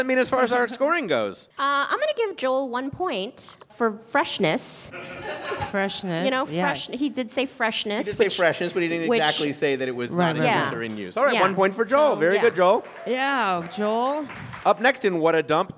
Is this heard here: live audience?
yes